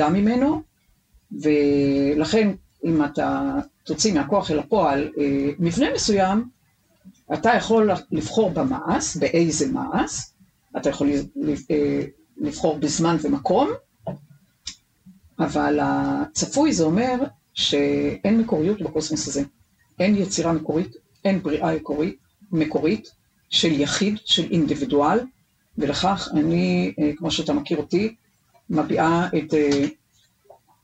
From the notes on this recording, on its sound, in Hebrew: עקב תקלה טכנית, הסאונד מתחת לסטנדרט של הקלטות קודמות.